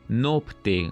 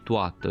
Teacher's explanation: Folosirea în locul diftongului oa a vocalei lungi o · Shown in: first take · nopte în loc de noapte, totă în loc de toată și așa mai departe.